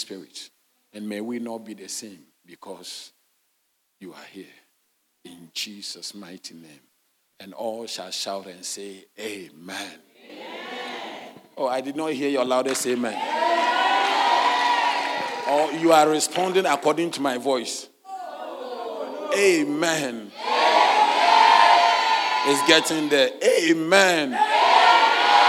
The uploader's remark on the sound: Sermon delivered on Sunday, October 22, 2023, at LCI Mega-Church in Cape Town, South Africa.